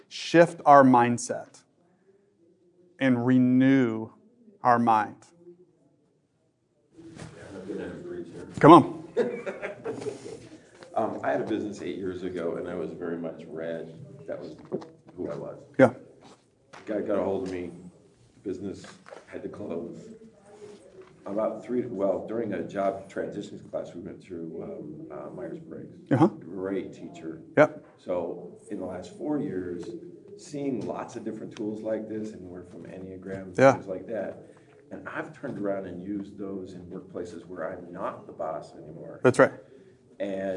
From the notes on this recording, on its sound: This episode is from Lifeway, recorded at the National Disciple Making Forum.